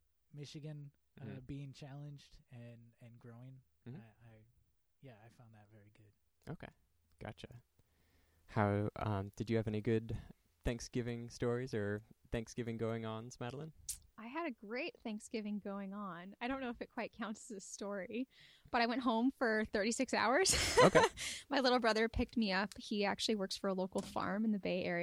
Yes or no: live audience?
no